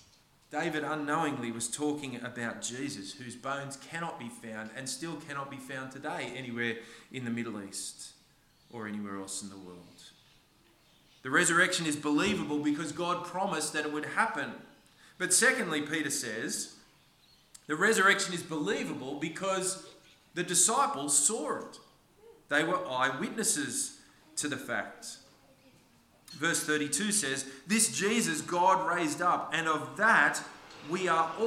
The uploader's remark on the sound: This sermon was preached on the 9th of April 2023 at all services of Helensburgh and Stanwell Park Anglican Church.